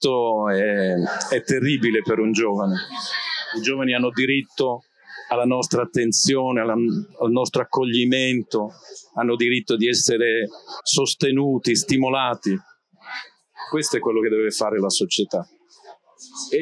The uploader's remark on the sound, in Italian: Registrata durante Lucca Comics 2023